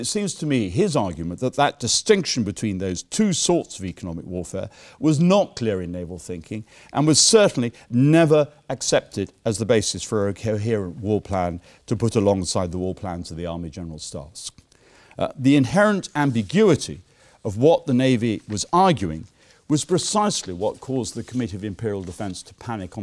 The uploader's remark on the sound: Keynote lecture given at the War Time 2016 conference